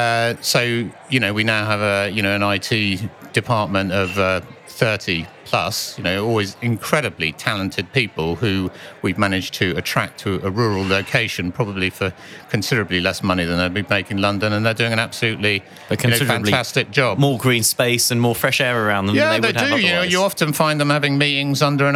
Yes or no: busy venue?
yes